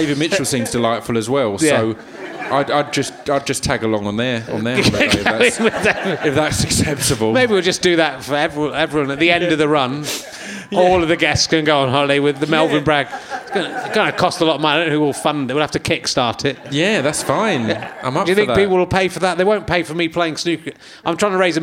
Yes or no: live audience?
yes